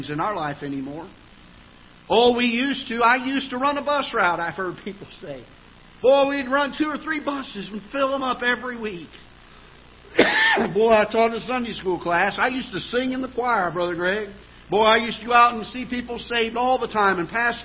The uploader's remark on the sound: Ketha Heights Baptist Church ~ Live Broadcast